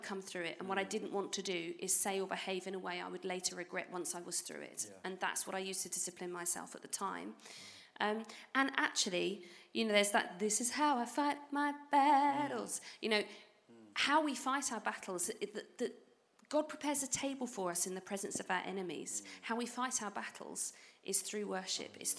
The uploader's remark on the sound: Recorded live at SERVE the Youth & Children’s Ministries Conference in February 2020.